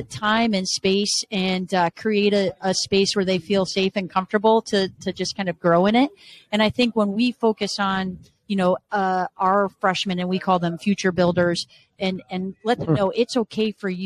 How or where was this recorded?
busy venue